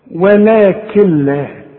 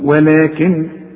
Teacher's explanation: كل نون بعدها لام ما تنطقهاش عند الوصل، اشبك الكاف مع اللام · Shown in: first take · شوف، ولكن لا، وكأن النون غير موجودة. · Term: ادغام كامل بدون غنة